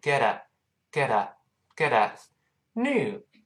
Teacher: 读快了之后那个 t 又会浊化成的，因为前面 a 后面 a 声带都震动了，读快了之后怎么连起来，声带就一块儿震动起来